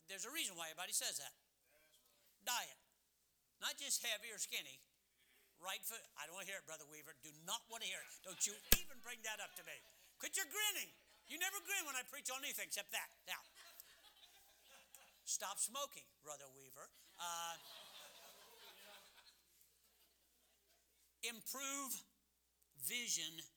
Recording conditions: large echoing room